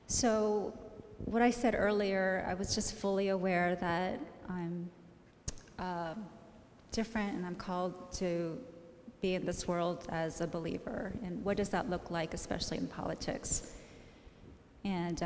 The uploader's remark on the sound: This message was first preached on September 12th 2021 at Linglestown Life Church in Harrisburg PA.